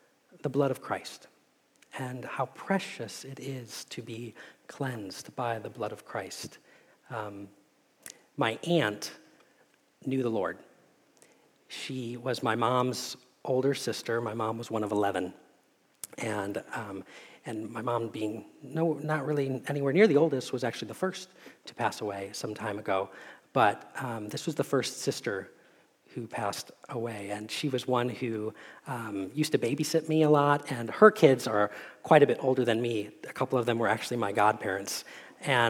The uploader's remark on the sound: Message Preached at Valley Creek Church